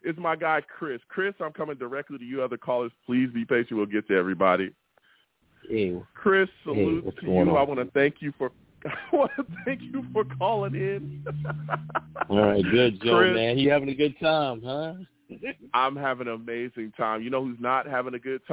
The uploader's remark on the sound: I take live callers!